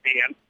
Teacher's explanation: The flat A that you would get in upstate and central New York.